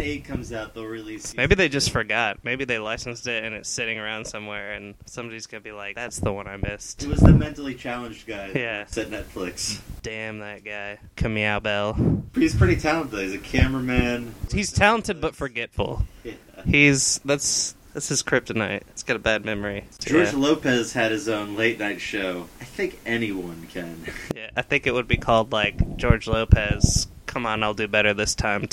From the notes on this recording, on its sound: This is a test episode and there is only one microphone for the two hosts.